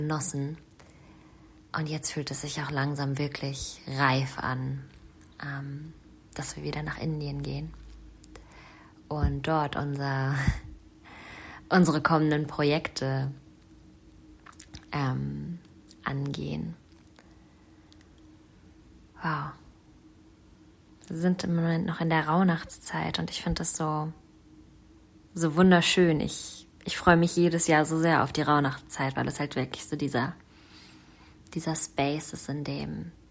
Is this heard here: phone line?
no